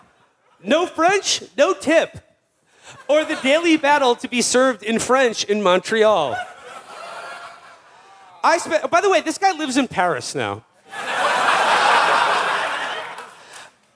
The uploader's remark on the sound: Live from Montreal